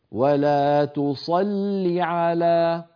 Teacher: يصير النطق بلام مشددة مكسورة